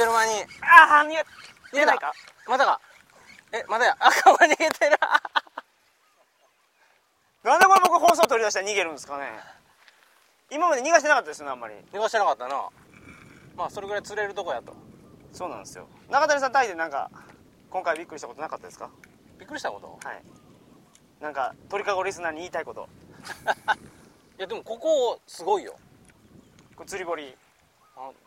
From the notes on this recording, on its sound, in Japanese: タイで幻の魚バラマンディ釣りに行ってきました。今週は釣りをしながら収録をしております。